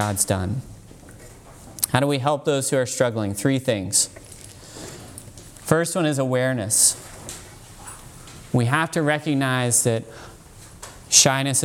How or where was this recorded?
live audience